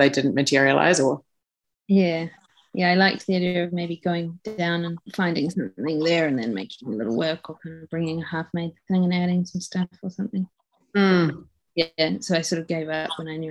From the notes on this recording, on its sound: They were unable to join us for the artist talk ahead of the opening as they are based in Tāmaki, so we are grateful that we were at least able to meet for a talk about their work over Zoom.